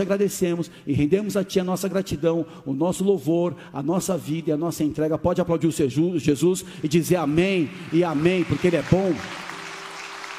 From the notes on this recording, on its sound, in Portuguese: Áudio extraído do Culto do dia 16 de de Julho de 2023.